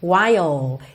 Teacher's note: Normalmente você pronuncia while. Esse L dura um pouquinho mais.